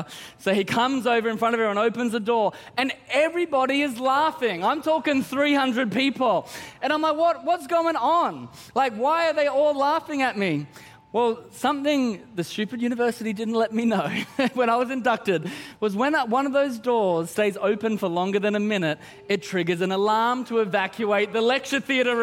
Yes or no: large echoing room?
yes